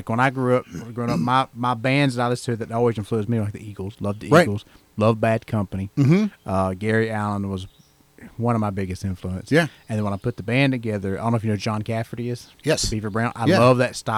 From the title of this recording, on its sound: live from "The Bird's Nest"